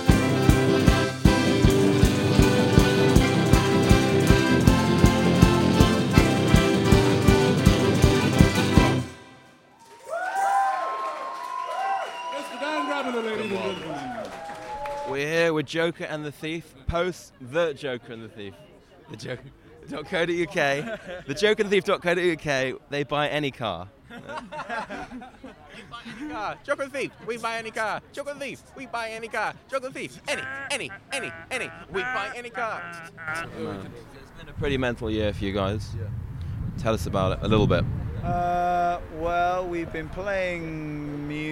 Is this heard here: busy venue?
yes